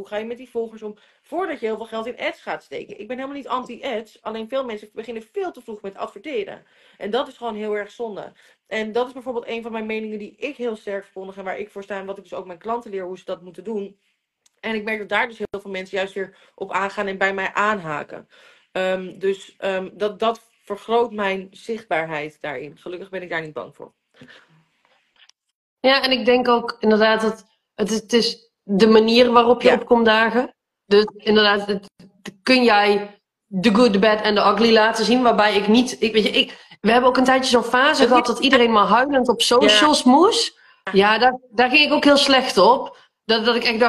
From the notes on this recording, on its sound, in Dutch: Deze aflevering komt uit een Instgram live